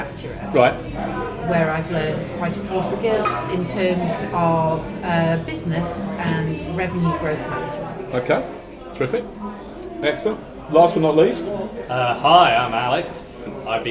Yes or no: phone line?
no